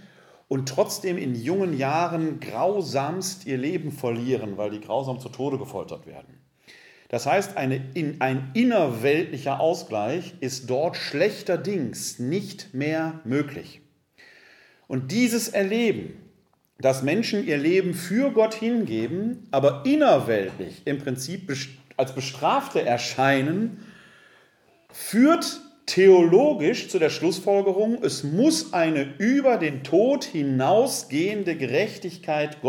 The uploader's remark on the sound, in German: In einem Vortrag vor dem ökumensichen Gesprächskreis Rott (Wuppertal-Unterbarmen). Wir präsentieren hier den Mitschnitt des Vortrages.